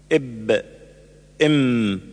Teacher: من الشفتين معا ويخرج منهما الباء والميم والواو غير المدية · Term: الشفتان